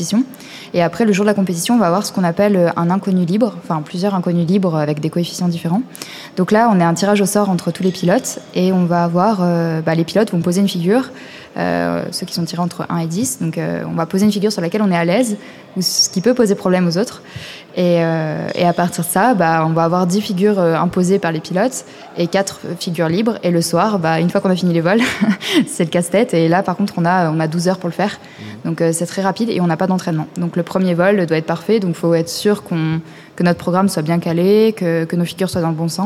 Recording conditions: live audience